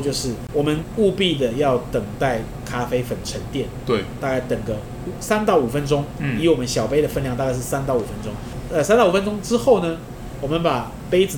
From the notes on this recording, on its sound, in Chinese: 本集白噪音指數：蚊風級 1/5。錄音地點： 一步一步來 - Kopi Ibrik。